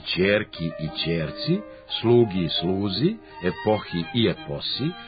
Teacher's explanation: Rezultat je glasovne promene koja se zove druga palatalizacija ili sibilarizacija, a odnosi se na prelazak glasova KGH u CZS ispred samoglasnika I